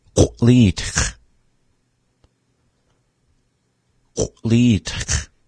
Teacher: We begin with a popped consonant, qu-a, followed by la, e, ta, and ending on the back consonant, kha.